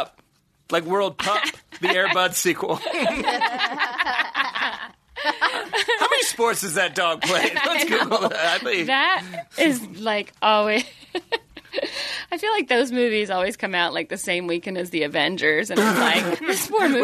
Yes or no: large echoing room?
no